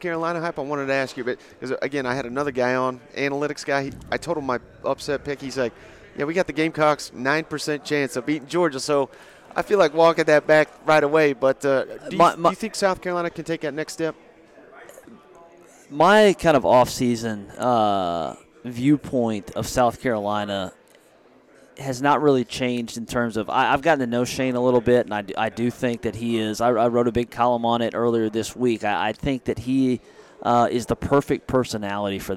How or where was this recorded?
busy venue